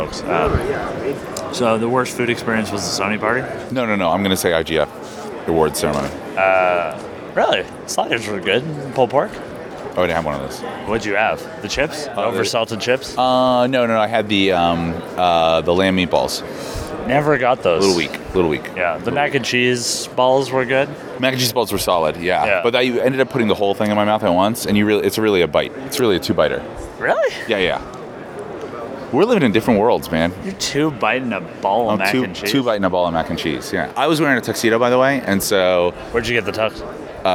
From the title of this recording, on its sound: at Game Developers Conference 2016